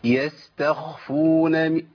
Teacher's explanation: الخاء ليها صوت لكن ما نعليش الصوت ده ونوصله الى اعزكم الله الشخير · Term: الخاء الساكنه